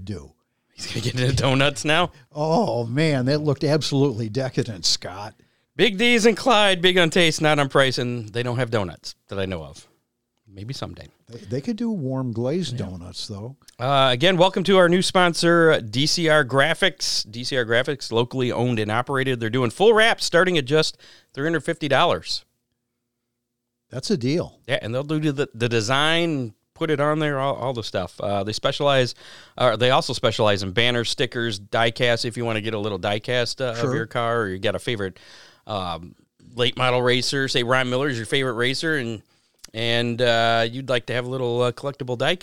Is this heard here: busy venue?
no